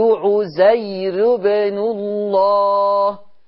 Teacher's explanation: ورش ما بيقولش بالتنوين زي حفص، ما يقولش عزير. ورش يقول عزير، راء مضمومة بس من غير تنوين. وكمان الراء مضمومة وقبلها ياء مادية، يعني برضو هترقق. · Term: فرش عند ورش